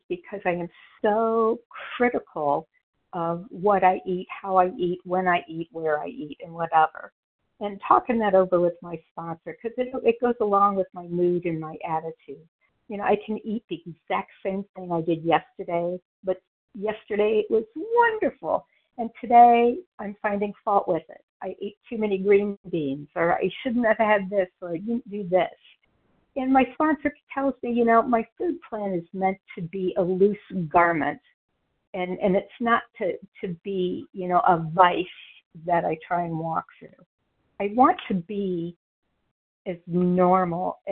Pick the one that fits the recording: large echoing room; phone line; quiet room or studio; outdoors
phone line